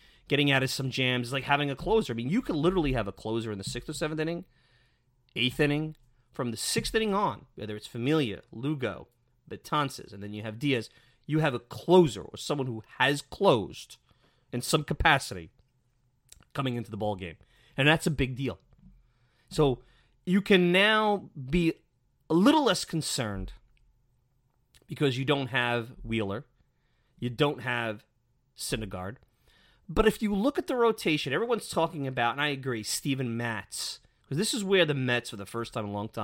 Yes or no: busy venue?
no